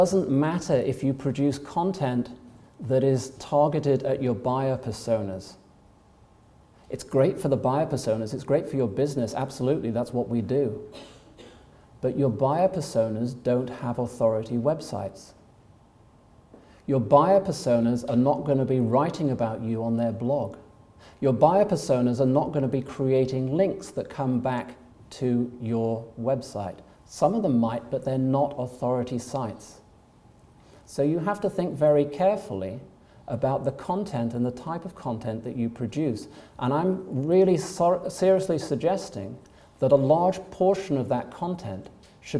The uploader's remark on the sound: Recordings from the HubSpot User group meeting in London in June 2018